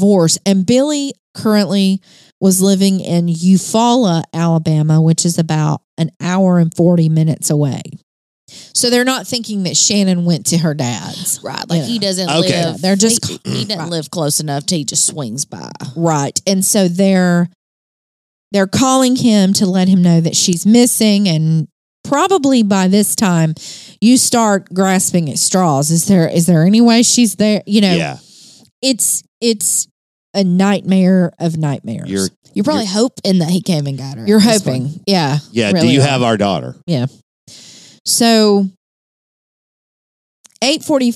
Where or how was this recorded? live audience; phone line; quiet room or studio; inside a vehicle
quiet room or studio